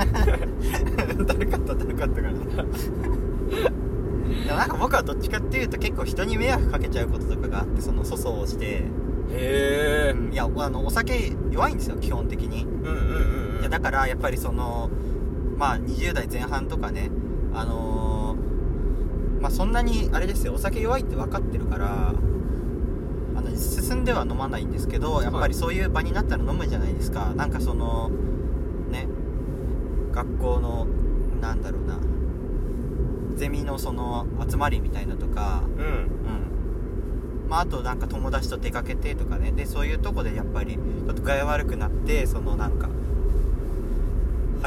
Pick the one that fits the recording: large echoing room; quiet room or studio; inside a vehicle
inside a vehicle